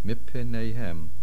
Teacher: Mipenehem, a shivono under the pay. Minpenehem becomes mipenehem. We drop the nun and the Dogesh is in the pay.